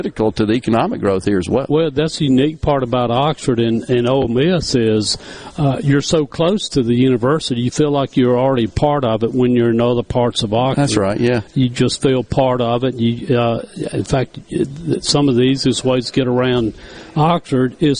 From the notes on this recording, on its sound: stop by the Oxford Conference Center for the Ole Miss Banking and Finance Symposium